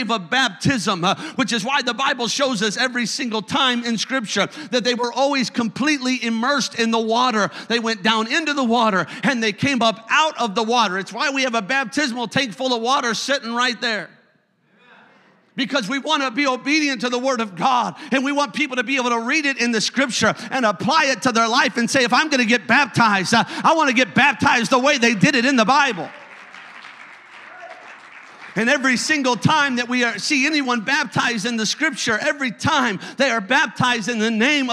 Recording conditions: large echoing room